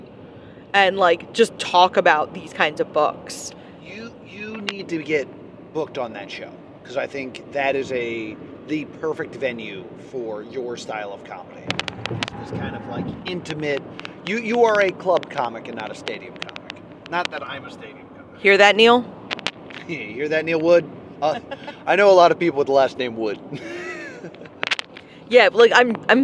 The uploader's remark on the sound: On the Road with +2 Comedy - MAGFest. This is a podcast recorded on the drive.